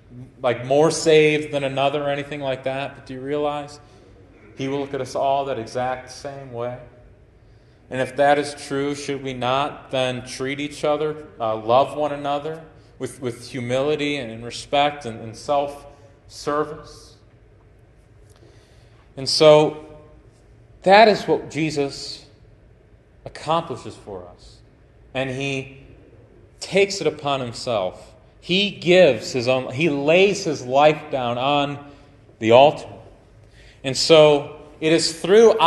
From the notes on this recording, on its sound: Preached at Grace Baptist Tiffin Ohio on 7/30/2023